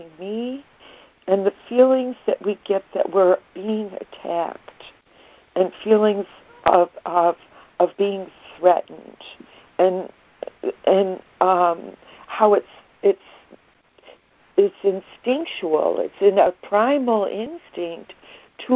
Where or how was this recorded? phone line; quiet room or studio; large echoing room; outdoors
phone line